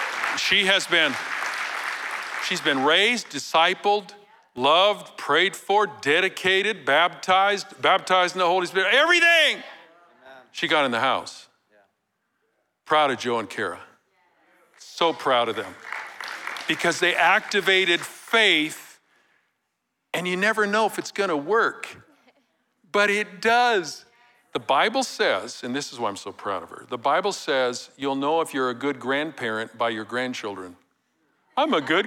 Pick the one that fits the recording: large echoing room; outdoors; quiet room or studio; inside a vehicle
large echoing room